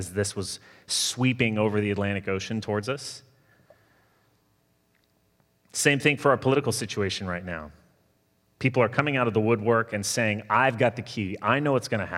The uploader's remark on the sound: Sermon delivered Sunday, November 22, 2020